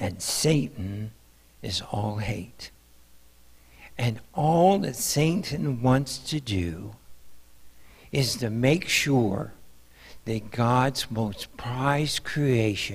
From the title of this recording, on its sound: Mt. Zion Church Live!